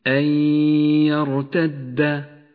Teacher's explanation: بغنة في قوله تعالى أن يرتد، النون الساكنة وبعدها حرف الياء، تدغم النون بالياء، أما النون فإنها لا تلفظ ولذلك لونت بالرمادي، والياء لونت بالأخضر لأنها تغن بمقدار حركتين أن · Term: الإدغام بغنة